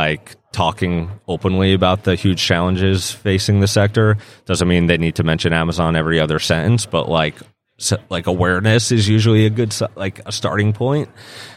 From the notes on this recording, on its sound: interview live from the NRF Big Show